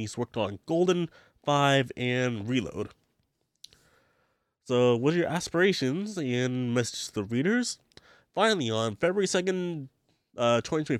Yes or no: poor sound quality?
no